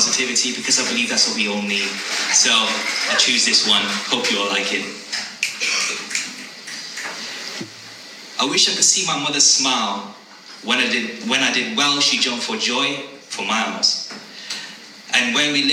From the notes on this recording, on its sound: Live At Potery Jam At Waylands Yard Brimingham. The audio is from his live performance from there.